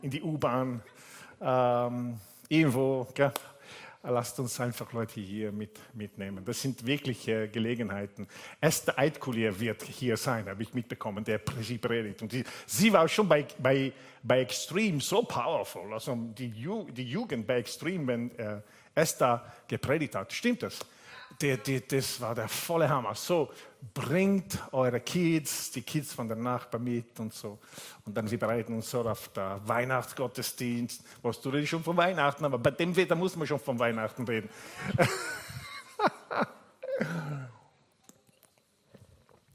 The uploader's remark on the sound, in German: Gottesdienst live aus der LIFE Church Wien